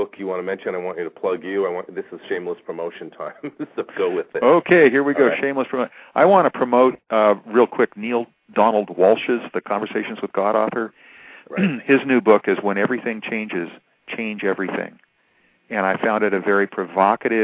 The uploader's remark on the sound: Callers with questions or comments are encouraged to call in live, or in the chat room halfway through the show.